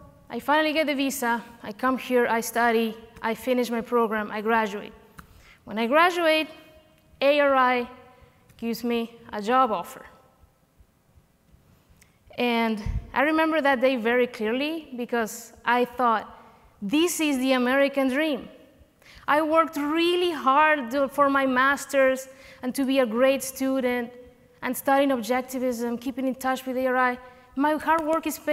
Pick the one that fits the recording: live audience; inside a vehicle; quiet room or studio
live audience